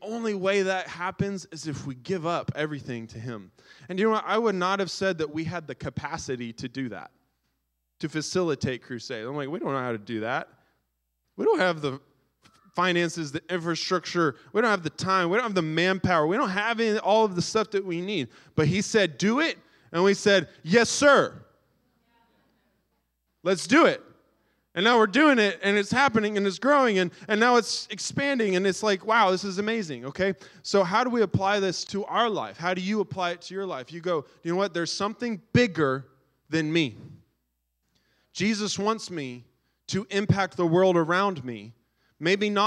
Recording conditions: large echoing room